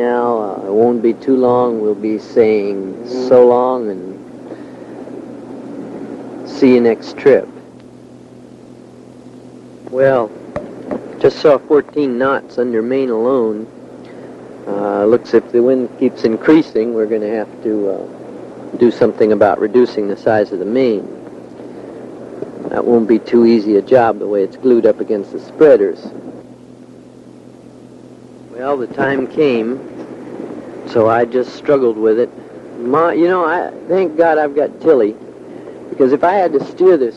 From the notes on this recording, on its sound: Narration made while surviving a tropical cyclone at sea in a 37’ trimaran